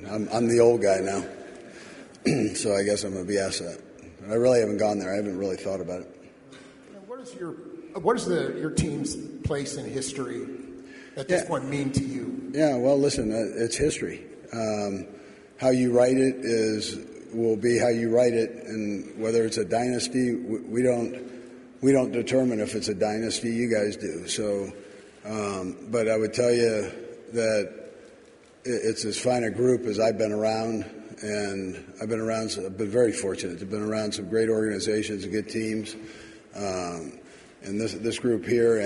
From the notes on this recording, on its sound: Monday Morning Super Bowl championship press conference live from Las Vegas